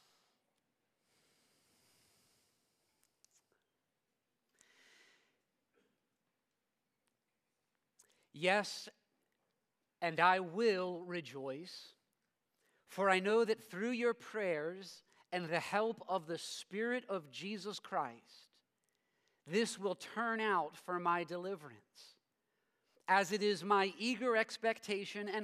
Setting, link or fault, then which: setting, large echoing room